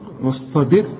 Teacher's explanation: واصطبر، هنا ما نقولش وسط وا وا، لا وا، واصطبر. الباء هنا مكسوره، تبقى الراء ايه؟ اهو كده ترق